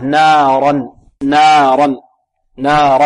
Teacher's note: والراء هنا مفخمة لماذا؟ لأنها مفتوحة · Term: الراء المفتوحة